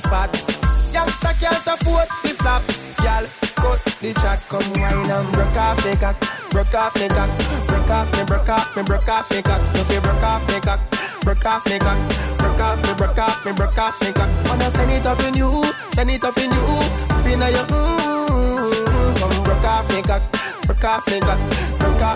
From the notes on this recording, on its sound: on location at the Sugar Shack Tattoo Parlour